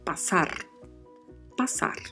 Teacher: Não levemos para o espanhol o raciocínio do português de que S entre duas vogais tem som de Z. O som permanece com som de S. E o R tem sempre o som vibrato. Então pronunciamos passar.